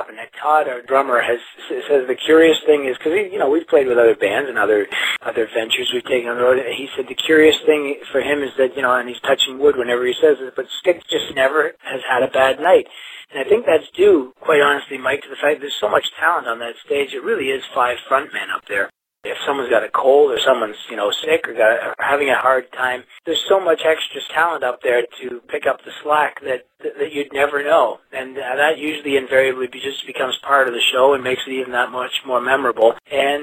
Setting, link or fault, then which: link, phone line